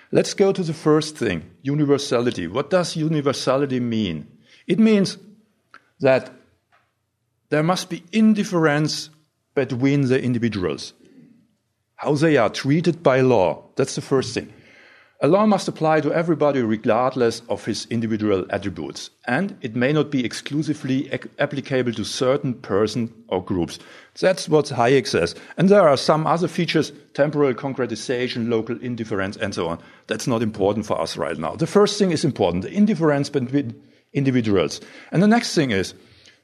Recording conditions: live audience